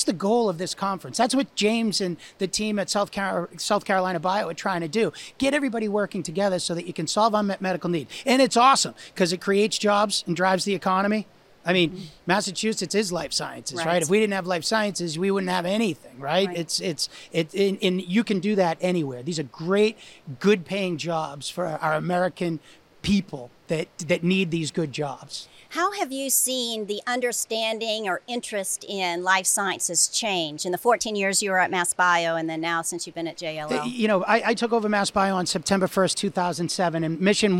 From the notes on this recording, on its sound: Recorded at SCBIO’s 2024 annual meeting